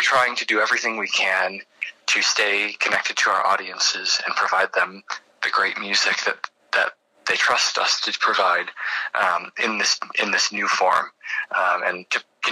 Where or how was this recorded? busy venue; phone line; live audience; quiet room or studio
phone line